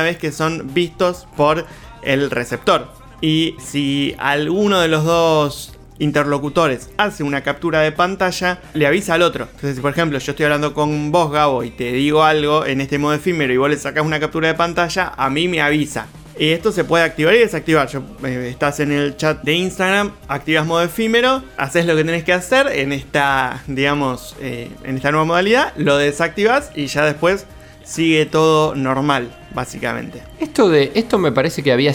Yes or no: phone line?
no